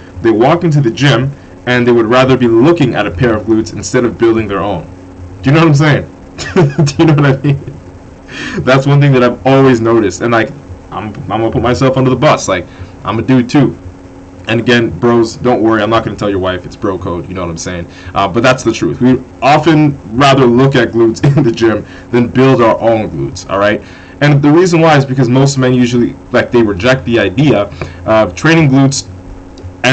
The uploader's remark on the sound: AUDIO RENDERING ERROR* the issue has been solved! This episode does not have the best audio quality.